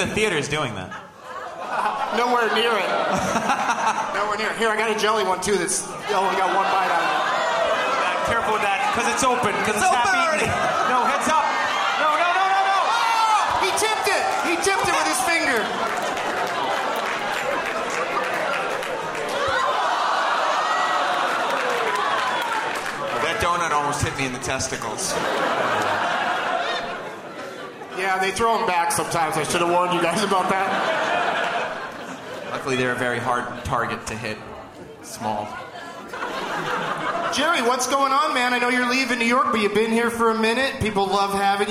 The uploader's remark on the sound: Live from the Gramercy Theatre in New York City